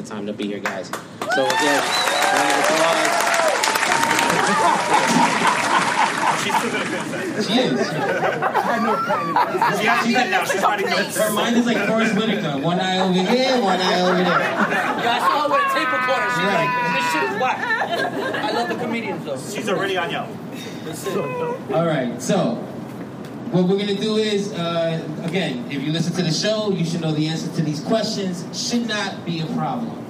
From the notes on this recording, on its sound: The guys host a live event for fans of the podcast, some audio from the MOPPC live game show.